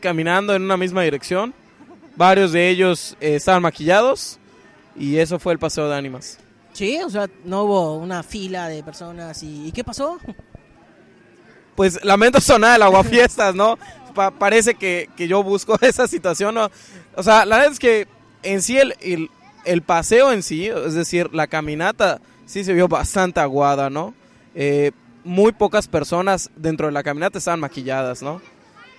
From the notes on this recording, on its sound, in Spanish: Programa especial grabado desde el paseo de las animas en el parque de la Ermita de Mérida Yucatán.